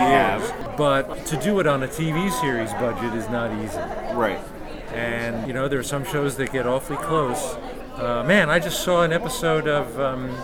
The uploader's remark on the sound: Live From Pittsburgh's Horror Realm Con